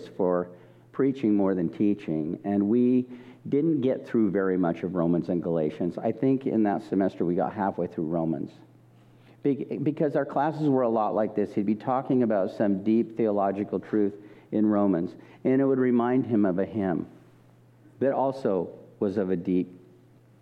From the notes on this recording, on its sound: This message was recorded at a Sunday service